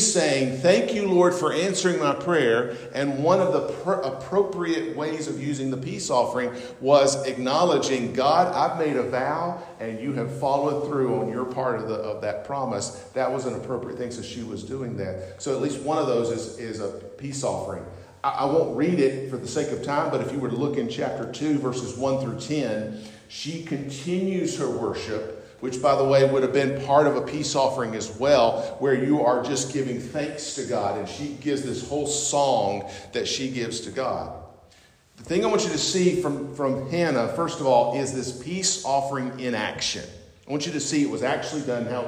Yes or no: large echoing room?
yes